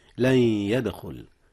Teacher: إدغام بغنة، حيث أدغم نون لن في ياء يدخل، ولا بد من الغنة، بحيث يعطى كل حرف من الحرفين 50% فحسب من مخرجه.